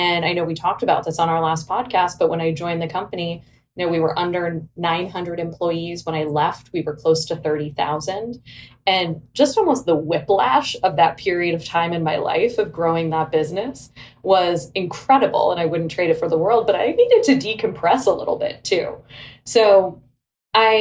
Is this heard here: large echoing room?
no